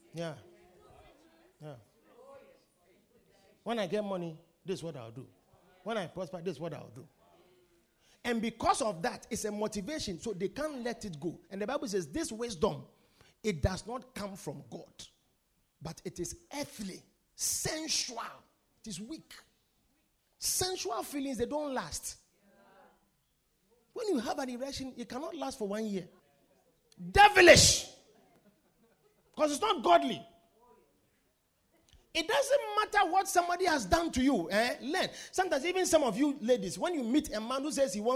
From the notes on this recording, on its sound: Preached at The Victory Secrets Service.